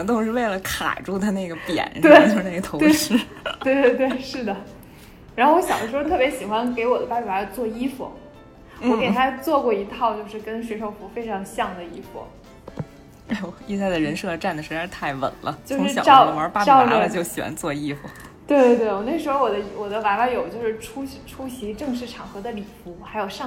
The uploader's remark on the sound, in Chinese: 由于是隔着次元壁的合作录音，美少女都自带回音。